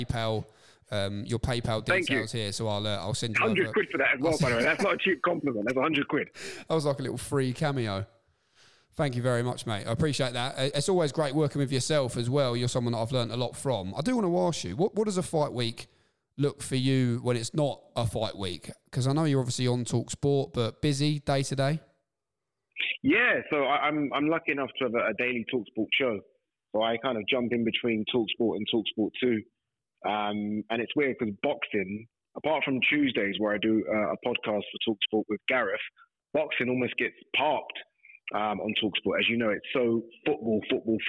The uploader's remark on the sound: Hear from the challenger on location. Is on the phone to recap some of last week's boxing highlights.